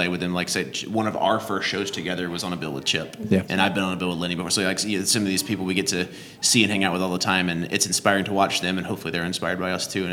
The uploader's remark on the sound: live from the Oakhouse in Canton Ga